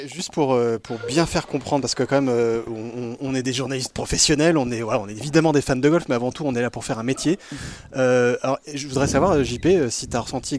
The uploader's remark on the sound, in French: Joint par téléphone.